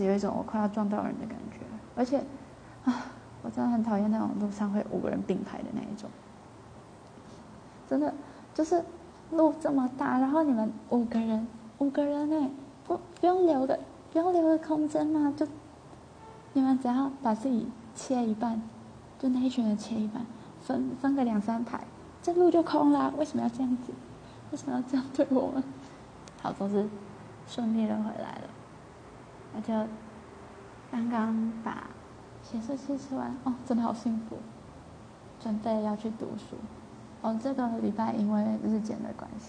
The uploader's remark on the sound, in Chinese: 今天的雜音有點多抱歉